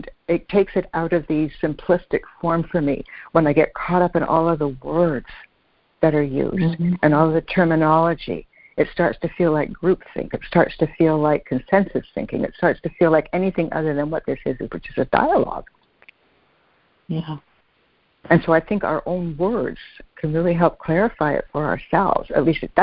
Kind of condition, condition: link, phone line